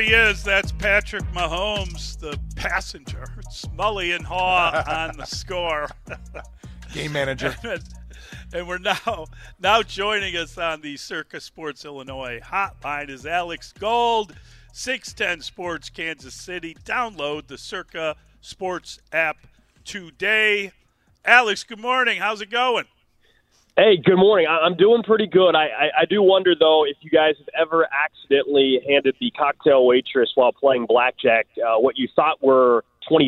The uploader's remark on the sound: Time to go to Radio Row in Vegas. Of 610 Sports Radio live from Radio Row in Las Vegas.